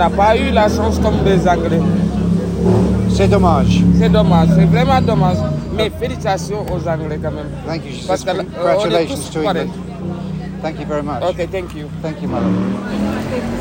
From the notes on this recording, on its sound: Recording this podcast at the airport on the way back to Qatar.